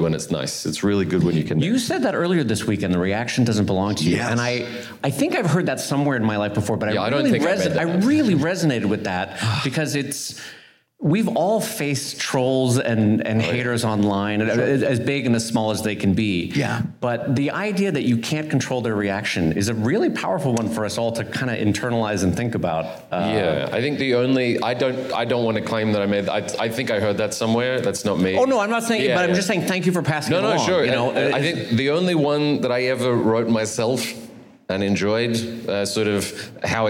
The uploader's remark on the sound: LIVE from the Reuben Awards. At the Farewell Brunch, closing out the National Cartoonist Society's Reuben Awards events.